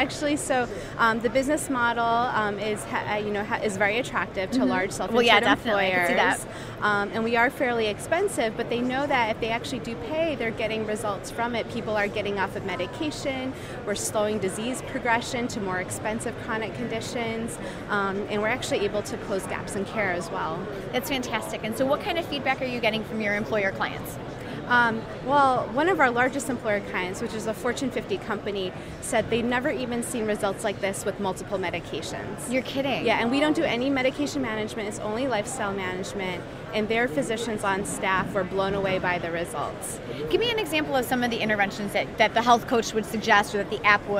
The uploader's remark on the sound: LIVE from #HiMSS17